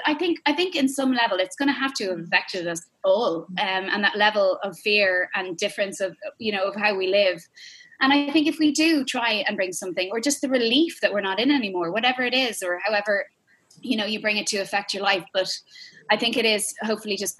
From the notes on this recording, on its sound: Came for the Zoom chats last Saturday night.